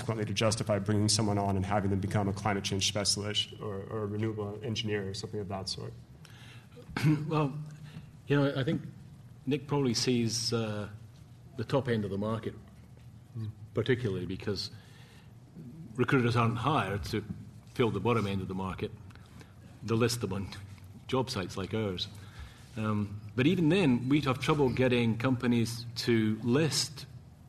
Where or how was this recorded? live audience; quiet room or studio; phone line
live audience